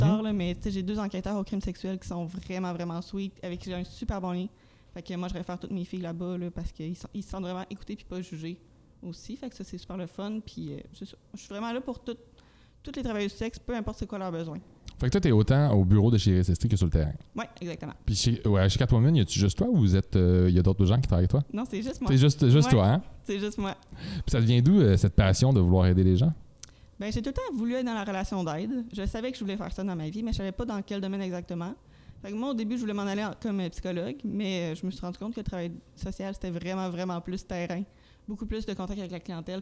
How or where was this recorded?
busy venue